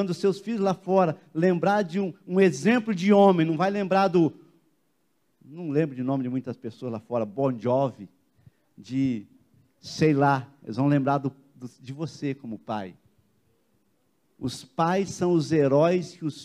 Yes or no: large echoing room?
yes